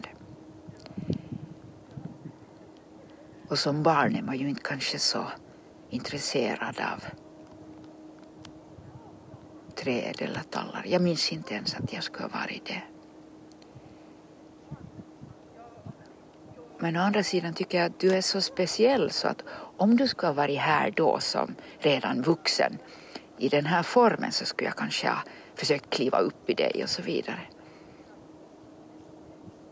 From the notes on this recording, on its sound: A series of conversations in Swedish recorded with a pine tree on Drumsö in Helsingfors or Helsinki in 2024.